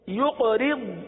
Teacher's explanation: کیجئے، فافرق یقرض یقرض، اب یہاں قاف پر قلقلہ کریں گے، را کو تو باریک پڑھیں گے لیکن ضاد کو پر پڑھیں گے